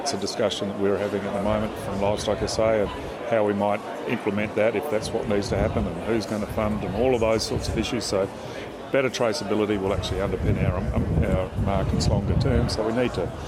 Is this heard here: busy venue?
yes